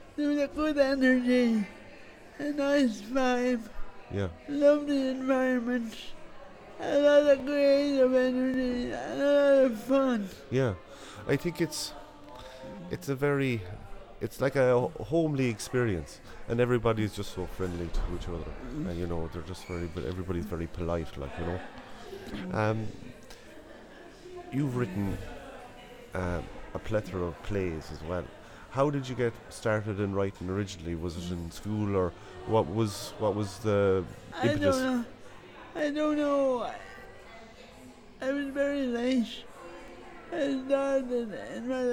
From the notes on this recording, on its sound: Invited to the Hedge School festival down in Doolin to interview some of the line-up. Hedge School is an artist run, not for profit festival for those who need to create. With music and literary workshops during the day and live performances at night.